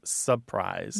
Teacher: That first R is gone. · Term: R Dissimilation